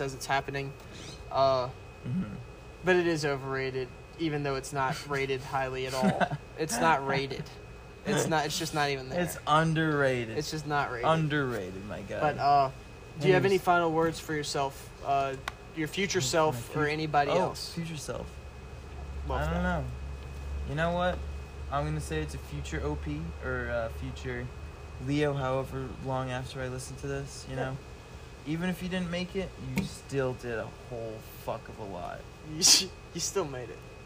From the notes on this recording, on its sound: talk at mile 1717 of the Pacific Crest Trail